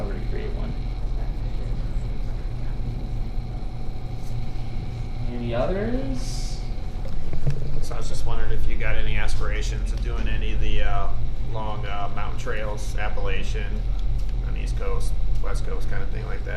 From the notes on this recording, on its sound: Live at Sole Sports in Tempe, AZ.